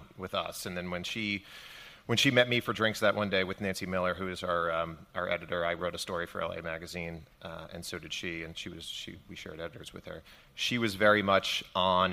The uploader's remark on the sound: We're live at Crime Con 2018 in Nashville